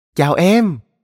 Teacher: giọng chị lại lên rất cao rồi chị kéo dài câu ấy ra